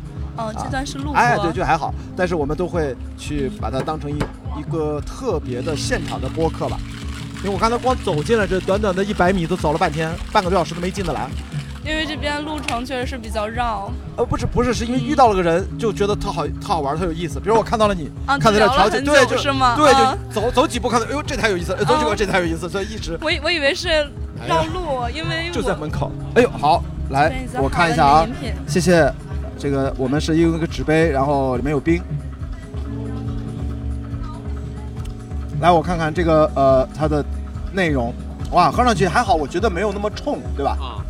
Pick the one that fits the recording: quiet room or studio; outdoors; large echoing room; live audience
outdoors